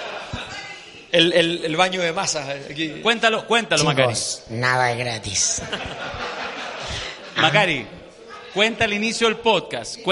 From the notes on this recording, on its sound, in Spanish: En Vivo: Desde el Seminario 50 leyes del Poder en El Padrino. La ocasión propicia para grabar el 1er Podcast en vivo. Primer capítulo con sonido como la gente (no se acostumbren!).